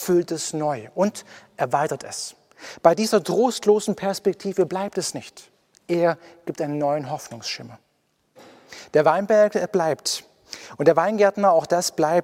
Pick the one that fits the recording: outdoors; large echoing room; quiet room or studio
large echoing room